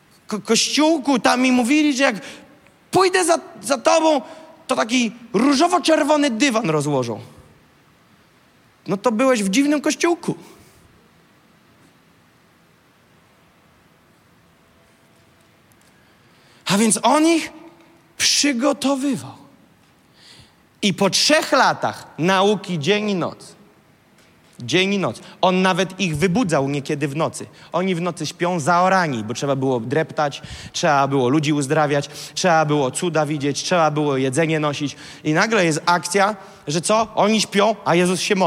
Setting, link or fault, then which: setting, large echoing room